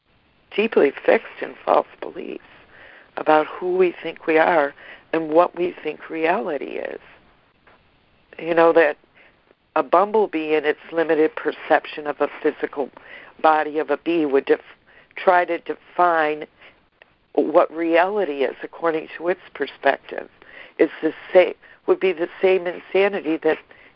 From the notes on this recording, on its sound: ACIM Daily Conference Call